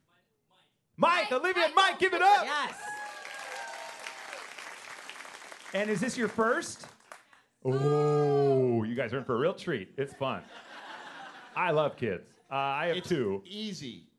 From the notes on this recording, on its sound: Morning Mix Live at the Copley Theatre in Aurora